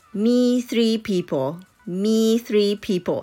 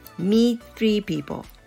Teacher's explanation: three people というのは t の気配がもう全くなくなってしまっているのでこれは meet というふうには取ってもらえないです。聞いてる方にしてみれば。なので、meet three people, meet three people というふうに t, meet っていう、こう、切るっていうか、舌を、舌先を t のポジションには持っていくんだけれども、音は出さない · Shown in: second take · っていう、えー、発音の仕方になります。meet three people. I had to meet three people back to